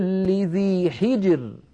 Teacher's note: هل في ذلك قسم لذي حجر، لاحظوا كلمة حجر، الراء ساكنة وقبلها الجيم ساكنة وقبلها الحاء مكسورة، إذا نرقق هذه الراء وكأنها ري، كأنها مكسورة